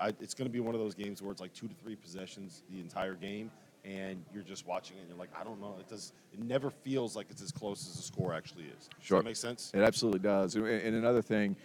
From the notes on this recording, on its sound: Live from NRG Stadium in Houston!